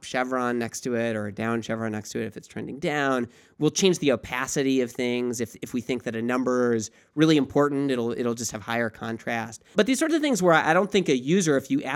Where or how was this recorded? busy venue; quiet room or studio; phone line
quiet room or studio